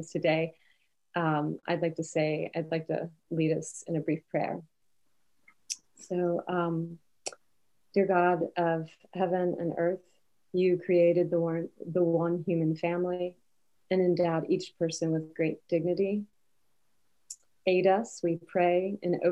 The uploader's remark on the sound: This conversation was recorded on Zoom.